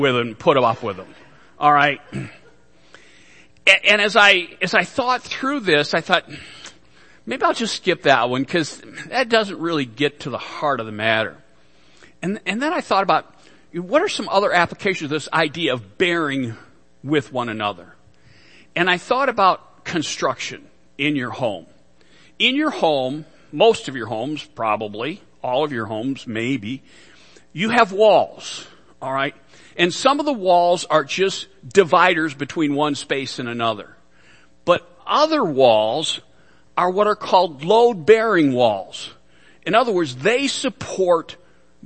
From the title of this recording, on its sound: Worship Service - Audio